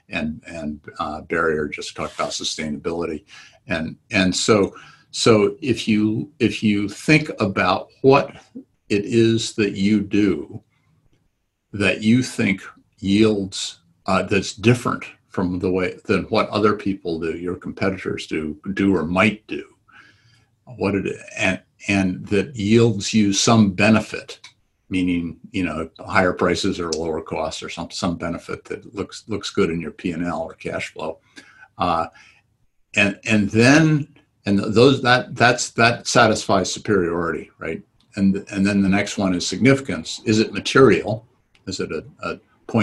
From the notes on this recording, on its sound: Book Club recordings were hard to digest as Zoom recordings. We stripped out the audio and are posting it here in podcast form.